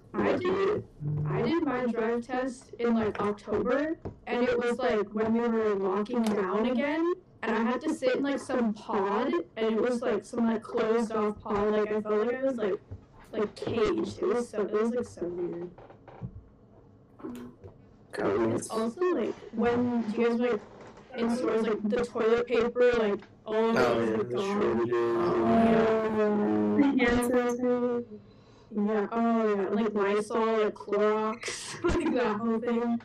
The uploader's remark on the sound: We apologize for the inconvenience of the episodes sound quality